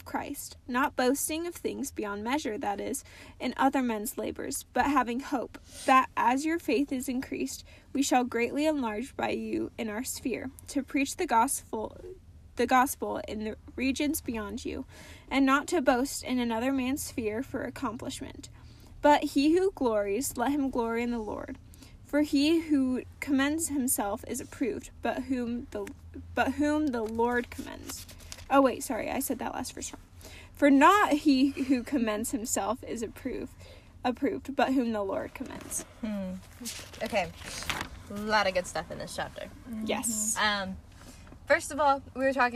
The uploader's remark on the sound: Welcome to Cozy Convos in the Car!